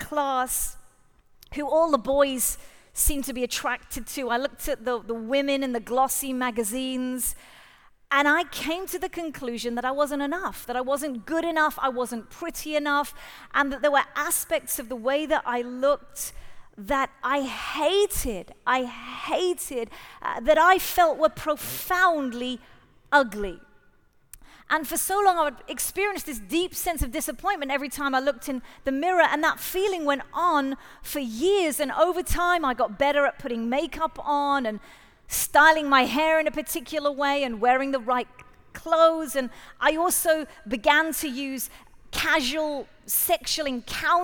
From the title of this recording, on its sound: Live at The Orchard Conference 2023